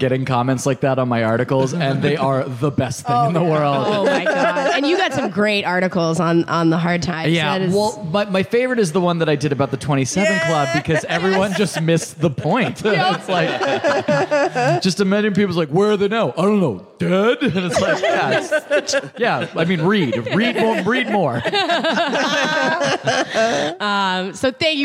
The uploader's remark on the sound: All of this in front of a live audience at Somerville's VOX POP studio in Assembly Row.